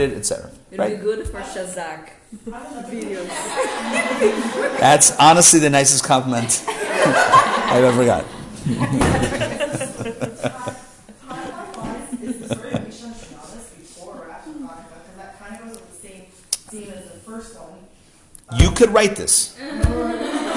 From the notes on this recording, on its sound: Recorded live at The Torah Center ATL